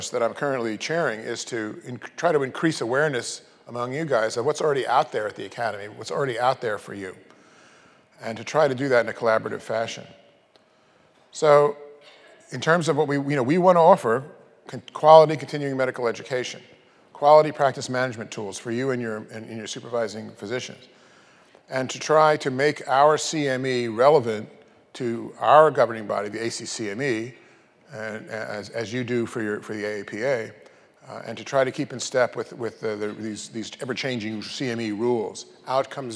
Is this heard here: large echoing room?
yes